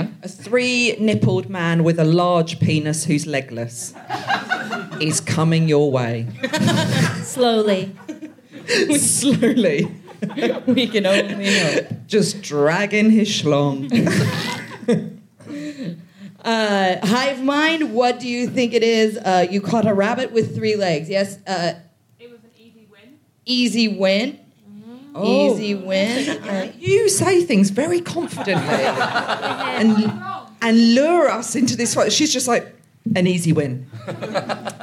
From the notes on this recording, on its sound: Recorded 16 September 2023 at Kings Place in London.